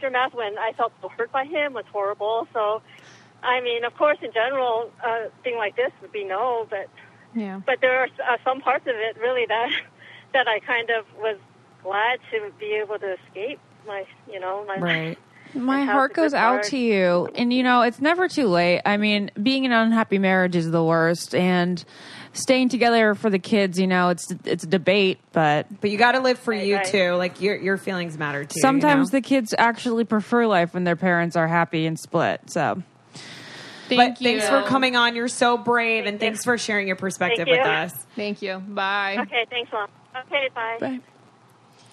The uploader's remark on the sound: The ladies have people call in to discuss their most scandalous relationships that had to be hidden.